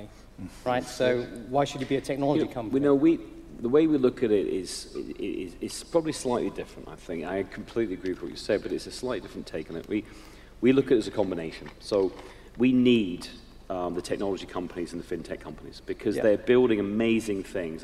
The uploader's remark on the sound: Live at TCF2018. Recorded live Temenos' TCF2018 event in Dublin.